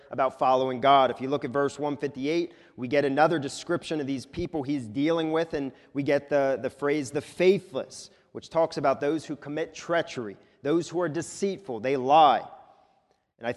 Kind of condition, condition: setting, large echoing room